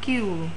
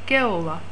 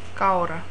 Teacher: Second vowel, high, back, rounded. · Term: Diphthongs